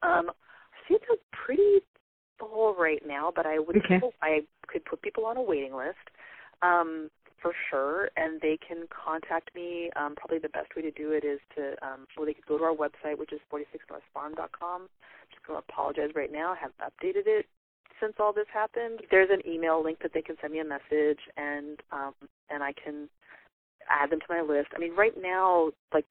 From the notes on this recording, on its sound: over the phone